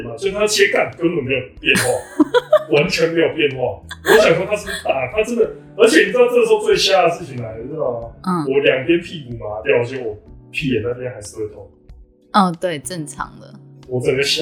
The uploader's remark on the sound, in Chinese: 早期節目錄音品質不佳，敬請見諒